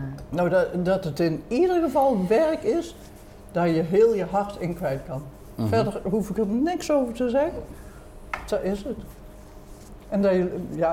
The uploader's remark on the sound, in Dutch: Deze keer is het keukentafelgesprek opgenomen in Lunchroom Juuts. Dit heerlijk knusse restaurantje vindt je op terrein Sectie C aan de Daalakkersweg in Eindhoven.